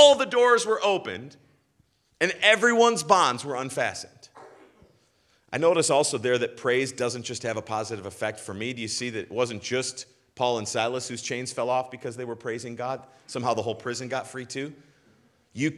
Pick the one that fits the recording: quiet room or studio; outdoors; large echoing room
large echoing room